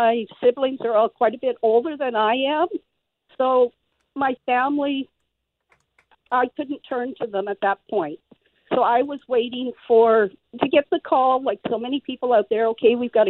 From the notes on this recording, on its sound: so she's on the phone!